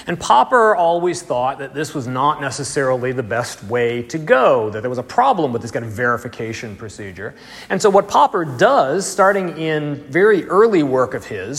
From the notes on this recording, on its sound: Audio and slides from the third lecture in the series, delivered 19 February 2020 in Bamberg, Germany.